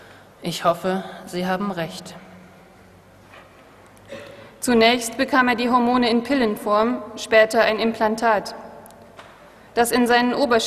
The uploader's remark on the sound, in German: Live-Performance der Hörspielwerkstatt der Humboldt-Universität Berlin